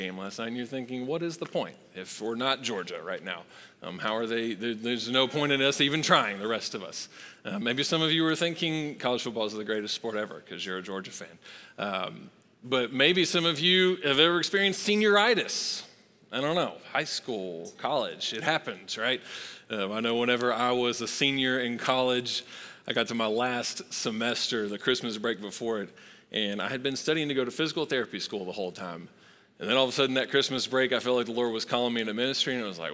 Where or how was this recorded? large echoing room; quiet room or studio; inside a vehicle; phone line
large echoing room